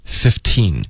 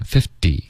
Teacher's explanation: 15会保持一个特的音15，好， 50会浊化这个特音